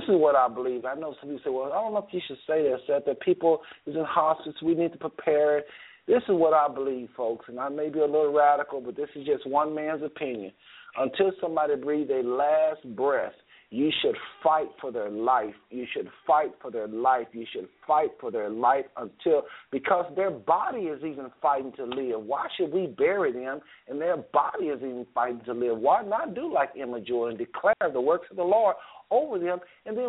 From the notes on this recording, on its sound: we open up the phone lines to hear from your family